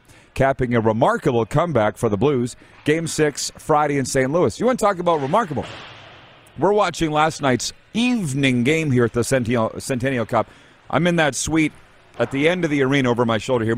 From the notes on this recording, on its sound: We are LIVE from the city of Estevan, Saskatchewan for the 2022 CJHL Centennial Cup Junior Hockey Championship and we have you covered from the Gridiron to the Ice including some LEGENDS joining us on video chat!